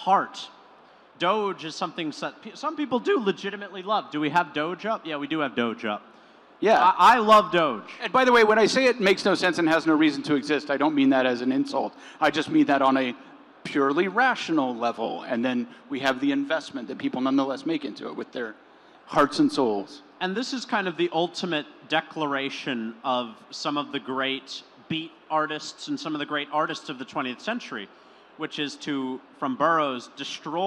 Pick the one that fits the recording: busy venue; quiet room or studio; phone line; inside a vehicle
busy venue